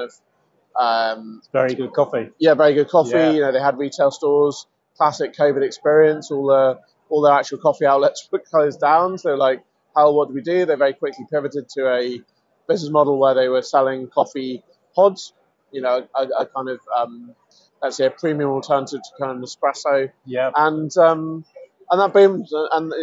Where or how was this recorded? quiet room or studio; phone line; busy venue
busy venue